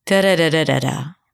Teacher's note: I started rather low and then I kept going down.